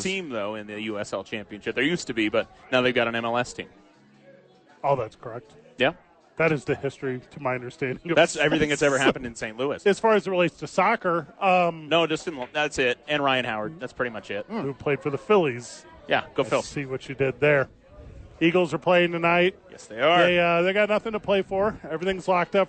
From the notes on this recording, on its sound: live at HOWIES!